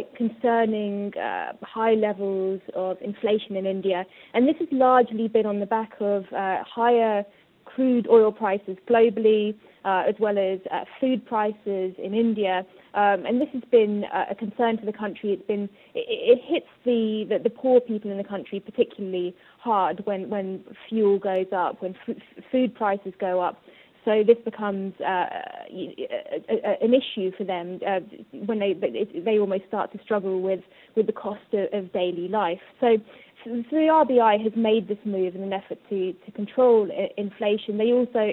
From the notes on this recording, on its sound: joins us via phone